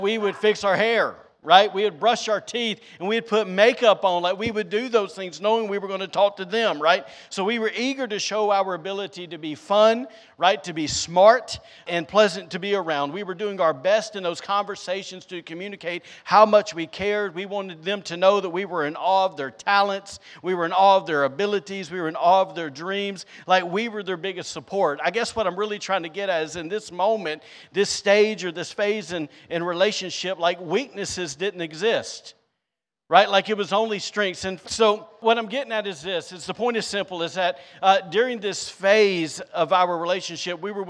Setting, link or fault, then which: setting, large echoing room